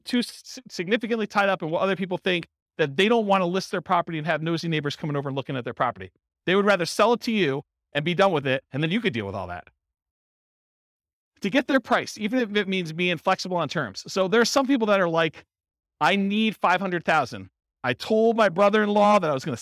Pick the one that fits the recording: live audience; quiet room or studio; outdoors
live audience